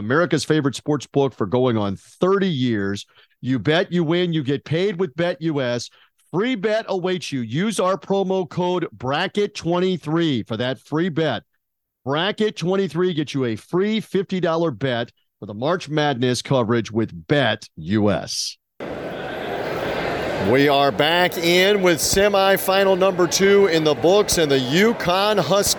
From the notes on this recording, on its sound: ready to go over it all from NRG Stadium in Houston